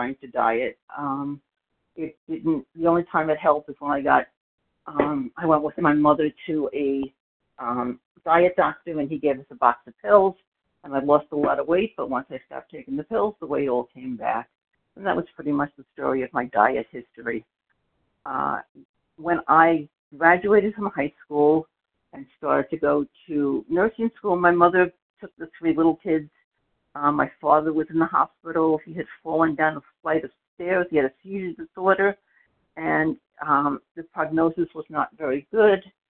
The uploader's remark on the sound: 100 Pounders Phone Meeting